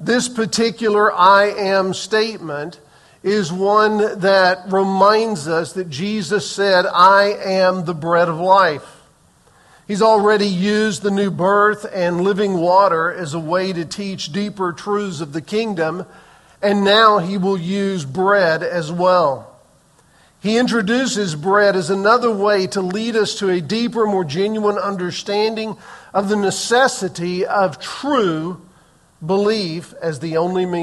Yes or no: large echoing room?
yes